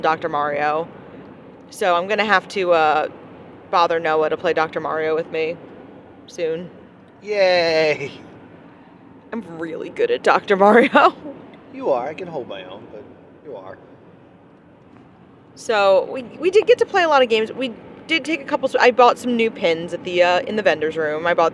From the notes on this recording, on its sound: On the Road with +2 Comedy - MAGFest. This is a podcast recorded on the drive.